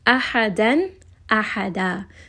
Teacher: So only for the fathatain, we will read this as a mad al-iwad or a two-count mad.